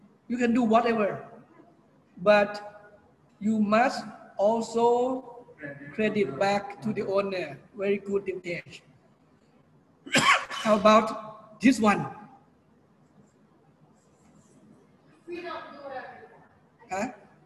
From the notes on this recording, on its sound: PODCast of LIVE Class Record